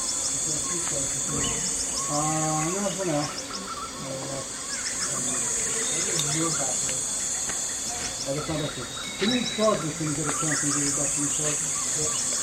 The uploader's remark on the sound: Typical morning at a remote camp in the jungle with lush birdsong, swarms of bees and people going about their business. Recorded with Sony PCM D100 on the Congo rainforest expedition in 2018.